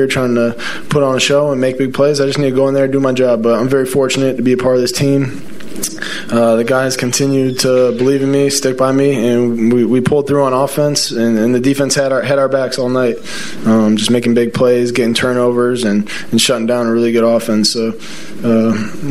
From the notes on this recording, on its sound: live from Soldier Field